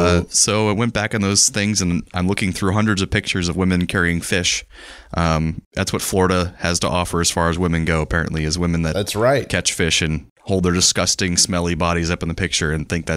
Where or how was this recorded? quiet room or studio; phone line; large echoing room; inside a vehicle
quiet room or studio